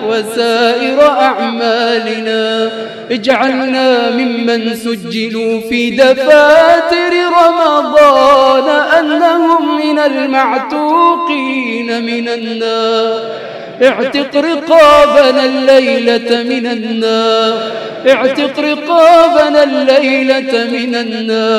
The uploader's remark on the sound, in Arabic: تسجيلات ليالى رمضان بمسجد السلام بالعمرانية.